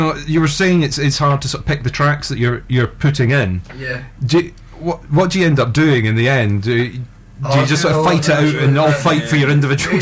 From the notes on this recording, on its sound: Apologies for the audio! Our usual recorder failed us!